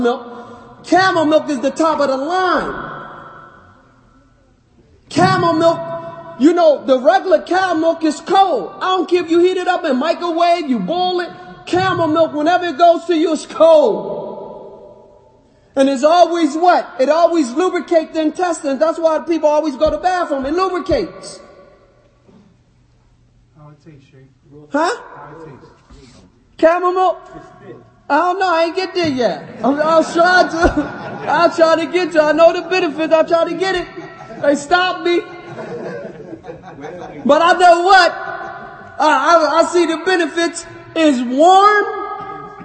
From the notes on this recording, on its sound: Lecture given at Masjid Nur Allah, Queens, NY